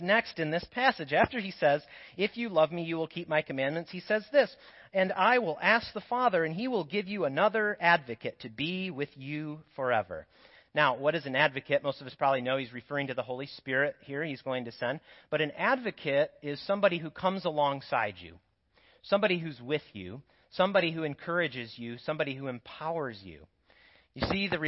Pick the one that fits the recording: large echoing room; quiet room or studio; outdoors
large echoing room